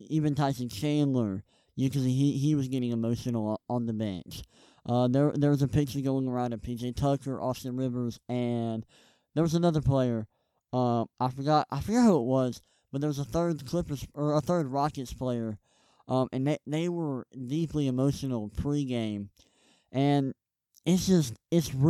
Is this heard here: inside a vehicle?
no